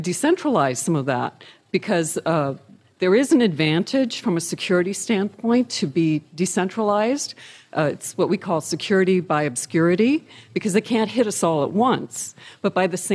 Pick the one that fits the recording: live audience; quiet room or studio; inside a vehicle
live audience